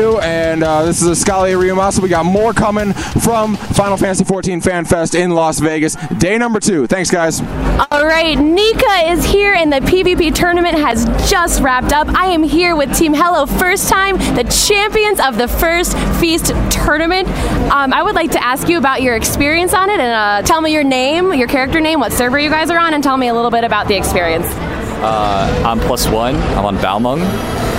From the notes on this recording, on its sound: Limit Break Radio keeps their convention coverage rolling with Day 2 from out at The Paris in Las Vegas, Nevada for the Final Fantasy XIV Fan Festival. Live reports from the convention floor.